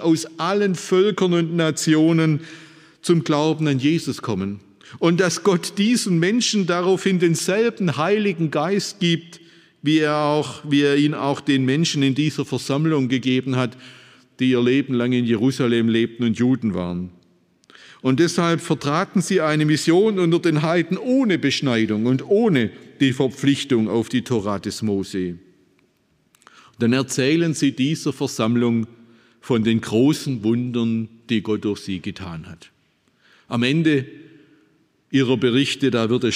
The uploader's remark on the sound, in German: aus dem Schwarzbrot-Gottesdienst der Missionsberg-Gemeinde